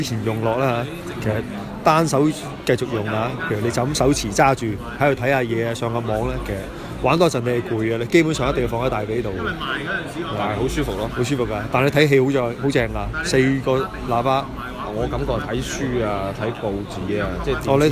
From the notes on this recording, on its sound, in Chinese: 广州 Apple Store体验实录。期待多年嘅Apple Store 终于响2016年春节前落户广州天环广场啦。而且系将全程录音等大家用耳仔嚟同我地一齐体验下 Apple 嘅超A级服务啦。